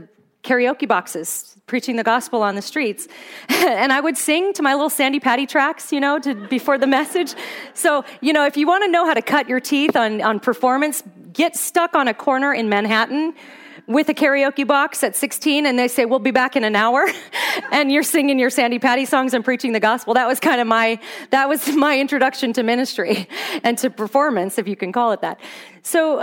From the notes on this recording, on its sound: Here's the second of two talks I gave at the "Pretty Little Lies" Women's Conference in Fairbanks, Alaska. The sanctification gif I showed to the audience.